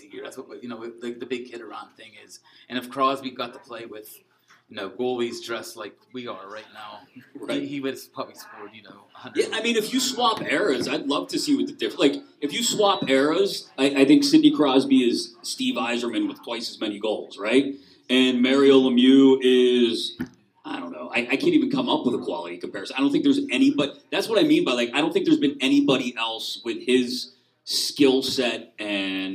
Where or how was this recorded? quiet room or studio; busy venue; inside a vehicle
busy venue